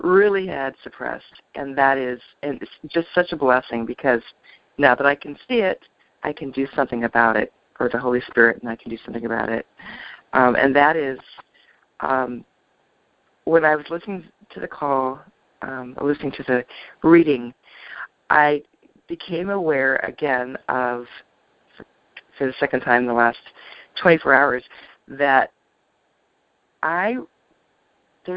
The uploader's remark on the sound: ACIM Daily TEXT Conference Call.